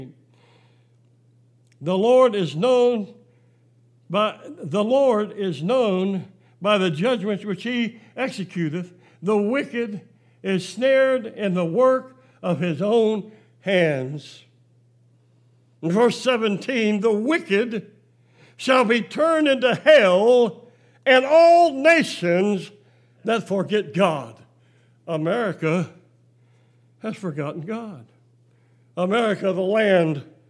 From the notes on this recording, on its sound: Preached July 5, 2020 at General Baptist Church God's House of Prayer in Fairborn, Ohio